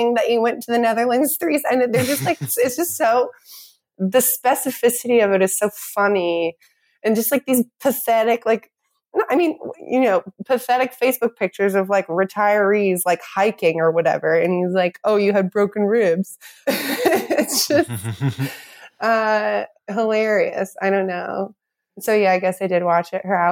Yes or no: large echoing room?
no